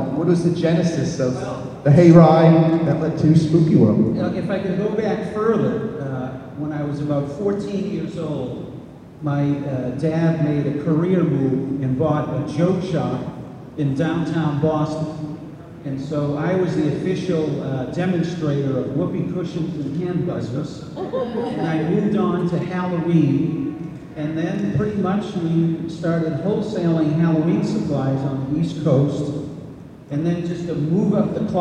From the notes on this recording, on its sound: This video is taken from a panel the team gave Friday during Monsterpalooza 2022.